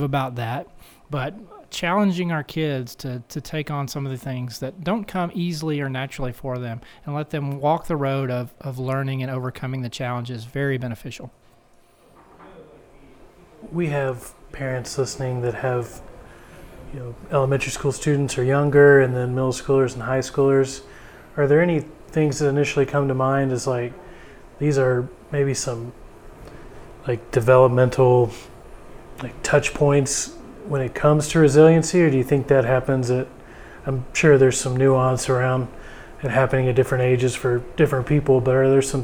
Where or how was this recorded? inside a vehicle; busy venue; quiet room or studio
busy venue